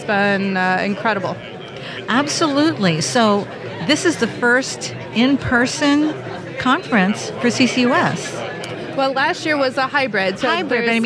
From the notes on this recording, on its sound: Recorded in the Exhibit Hall at the 2023 SPE Carbon Capture, Utilization, and Storage Conference held at the University of Houston.